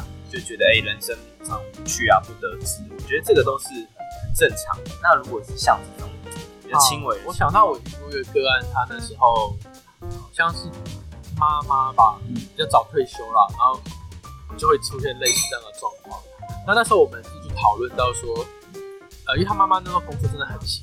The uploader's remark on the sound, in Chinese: 本集音檔為 2019 年錄製，錄製時收錄較多環境雜音，已降噪處理加上背景音樂